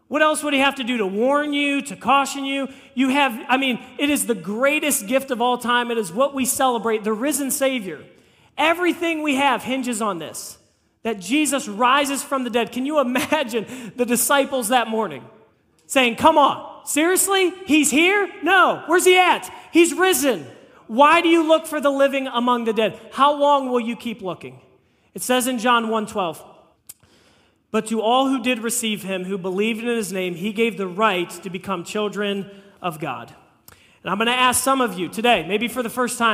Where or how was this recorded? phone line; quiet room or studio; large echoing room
large echoing room